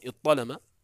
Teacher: يمكنك أن تدغم الظاء في الطاء بأن تبدل من الظاء طاء